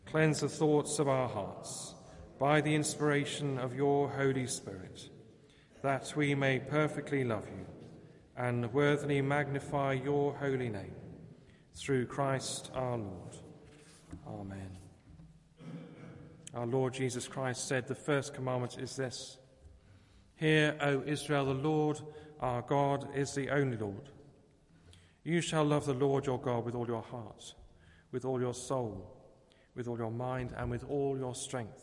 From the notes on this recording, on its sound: Christ Church, Bayston Hill (UK)